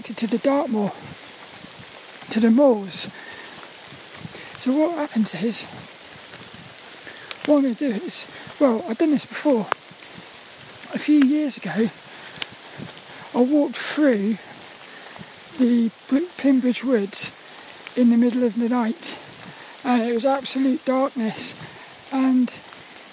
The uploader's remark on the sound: Was a Walk and Talk around Plymbridge Woods in Plymouth. As he joined us for this one in the pouring rain.